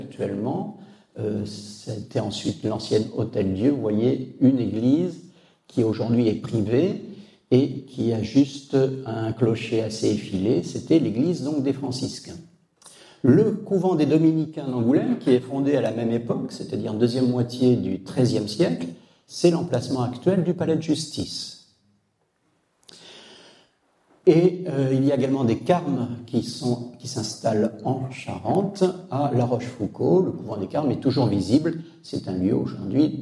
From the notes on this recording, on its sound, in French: Cette conférence a été captée au diocèse d’Angoulême